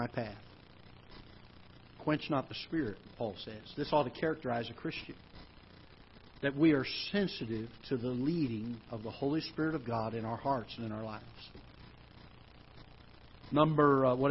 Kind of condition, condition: setting, large echoing room